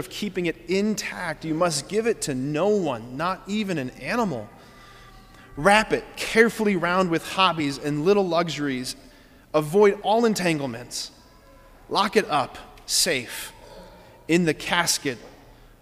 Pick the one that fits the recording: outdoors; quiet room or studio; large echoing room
large echoing room